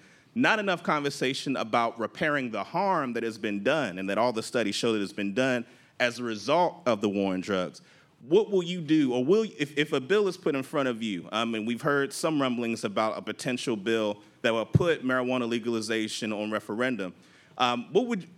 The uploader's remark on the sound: Before an audience of over 160 participants